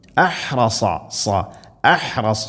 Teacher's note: അഹ്റസ ഹ സാദ്, ശ്രദ്ധിക്കേണ്ട അക്ഷരങ്ങളാണ് ഹ തൊണ്ടയുടെ മധ്യഭാഗം, സാദ് നാവിൻ്റെ മധ്യഭാഗം അണ്ണാക്കിലേക്ക് ഉയർന്ന് സ്വരഭാരത്തിൽ ഉച്ചരിക്കേണ്ട അക്ഷരം